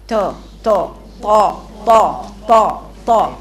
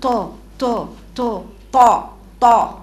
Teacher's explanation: ما ينفعش اقول طاء ولساني بعيد عن سقف حنكي. الطاء حرف مطبق يعني صوته ماشي جنب سقف حنك، لساني فوق خالص وانا بقرأ الطاء · Shown in: second take